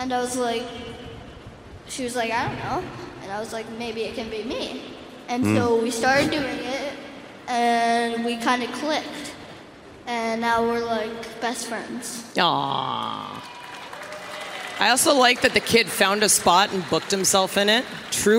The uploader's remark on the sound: AEW Unrestricted was live at FanFest with a fantastic lineup of guests!